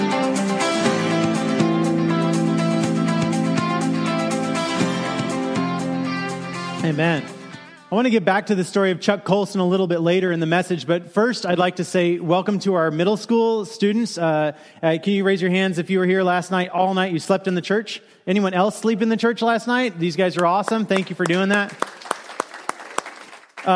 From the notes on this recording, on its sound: Kick Off message delivered during the Contemporary Worship service.